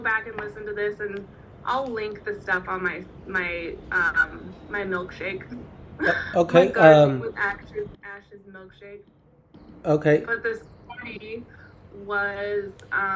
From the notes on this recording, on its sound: sorry for the wonky sound on this one